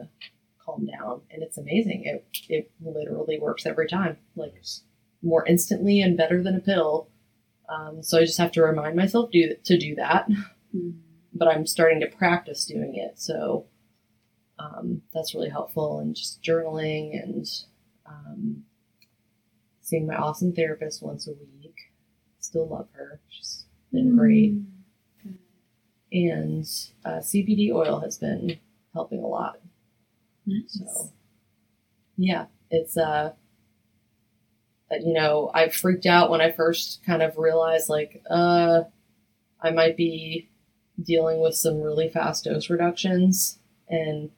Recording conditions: poor sound quality